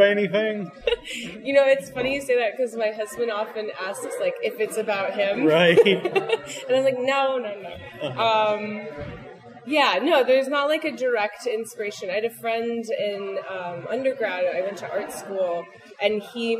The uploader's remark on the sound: On location in Cambridge for The Boston Underground Film Festival. On location in Cambridge for The Boston Underground Film Festival. In person interview from BUFF 2019.